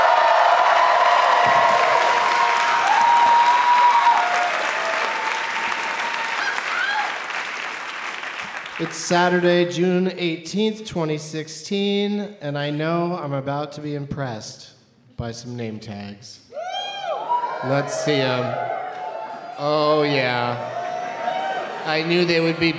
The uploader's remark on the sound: Live from the Woman's Club of Minneapolis